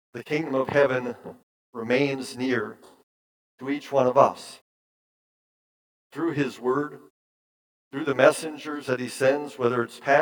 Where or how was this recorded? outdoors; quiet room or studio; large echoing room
large echoing room